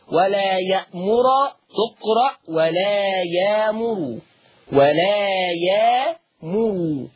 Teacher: ضم حرف الراء، اصل حفص بيقراها بفتح الراء، ورش عن نافع هيقرا بضم الراء